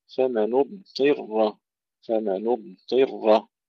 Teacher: حتى مع كسر الطاء تبقى الراء مفخمة عند أبي جعفر